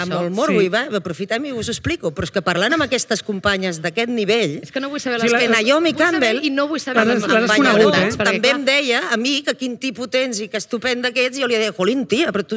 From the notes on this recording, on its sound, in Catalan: Programa en viu des de la jornada de pòdcasts per combatre la pressió estètica organitzada per Ràdio Primavera Sound, el departament d'Igualtat i Feminismes de la Generalitat de Catalunya i l'institut Català de les Dones.